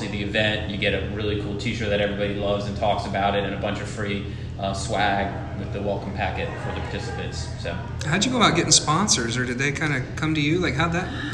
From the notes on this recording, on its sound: go on location at NoDa Brewing Company